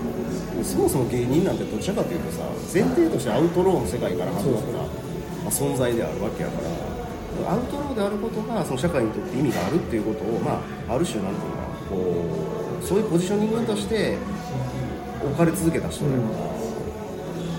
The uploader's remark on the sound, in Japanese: 高崎駅前で二人で収録。